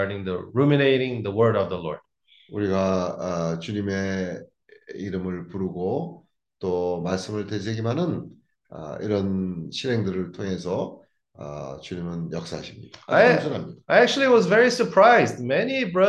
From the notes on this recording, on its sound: Zoom meeting